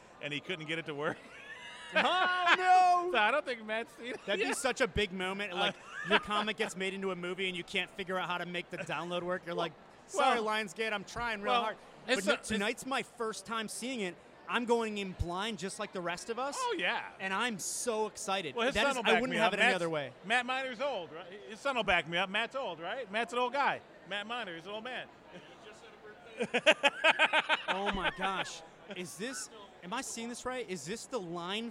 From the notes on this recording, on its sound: Live from the premier of the movie Dead Mans Hand